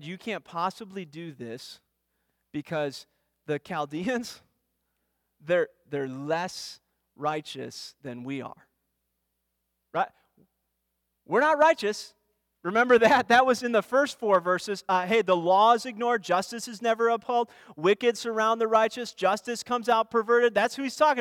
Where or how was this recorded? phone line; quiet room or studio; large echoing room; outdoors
large echoing room